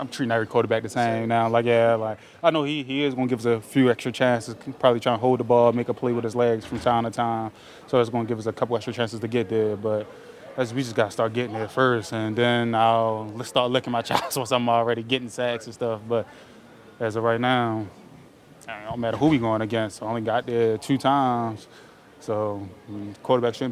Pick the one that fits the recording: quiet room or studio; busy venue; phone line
busy venue